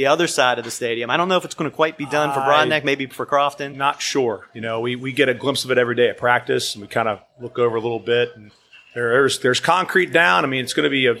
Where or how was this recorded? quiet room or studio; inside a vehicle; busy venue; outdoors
busy venue